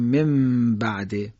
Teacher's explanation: یعنی مثلا کلمه من بعده، نون ساکن به ب رسیده، میگیم من بعده، نون ساکن به با رسیده، نون تبدیل به میم میشه، قلب میشه، منقلب میشه به حرف میم، میگیم من بعده. · Term: قلب میم